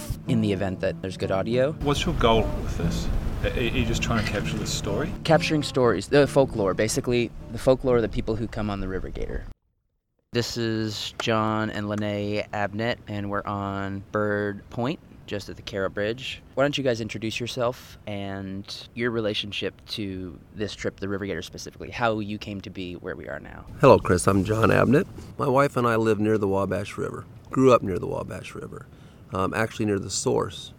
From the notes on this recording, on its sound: It was recorded on March 30, 2017 on a log on the right bank (descending) looking to Cairo, Illinois, from the confluence of the Ohio and Mississippi Rivers.